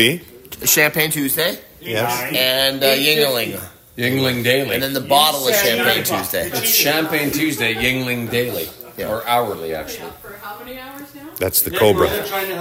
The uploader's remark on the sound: Live At The Masters